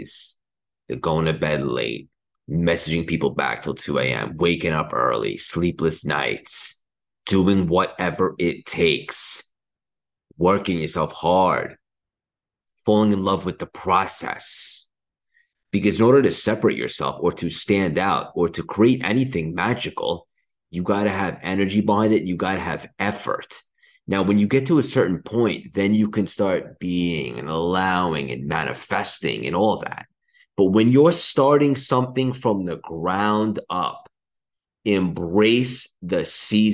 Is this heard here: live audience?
no